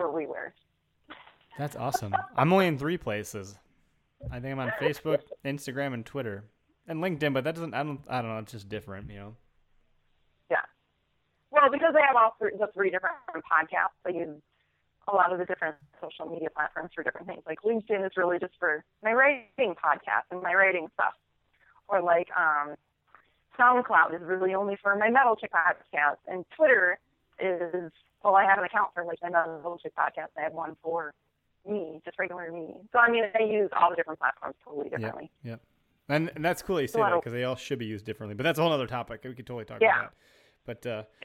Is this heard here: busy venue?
no